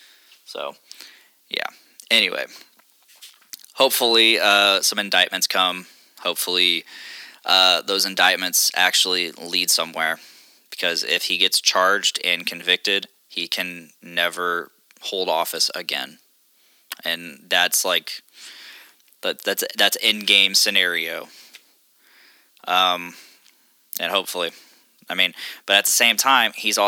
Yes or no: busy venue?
no